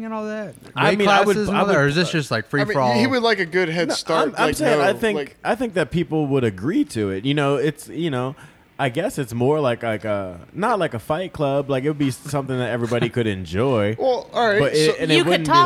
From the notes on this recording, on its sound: Recorded at West Coast Tattoo Parlor in Las Vegas, NV.